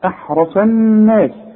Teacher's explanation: احرص الراء مفخمة والصاد مفخمة